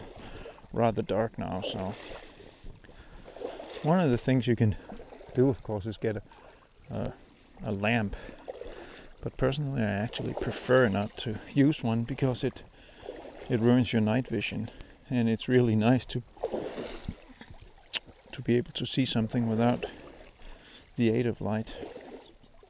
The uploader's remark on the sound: No fish are caught while recording. Tried integrating a bit of his music into the outdoors tracks recorded in situ on the coast.